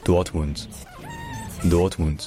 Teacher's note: comme toujours en allemand, le D final se dit T. Donc ce n'est pas Dortmund, c'est Dortmund.